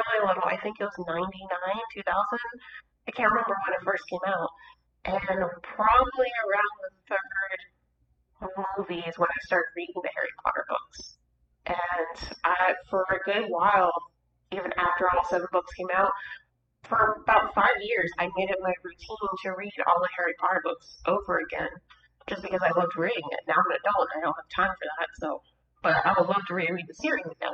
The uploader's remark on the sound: WE APOLOGIZE FOR THE AUDIO ISSUES